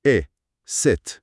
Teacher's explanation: اما توی کلمه سیت صدای ای کوتاهه، نمادش هست آی، خیلی سریع و کوتاه.